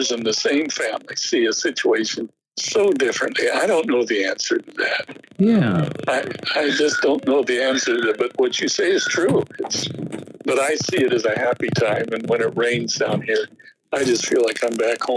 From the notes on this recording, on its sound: Wow, the audio quality here is rough.